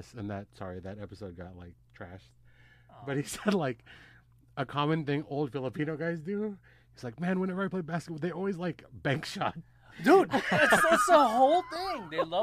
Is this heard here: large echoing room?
no